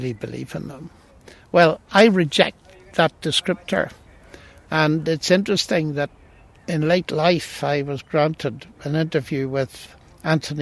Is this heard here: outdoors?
yes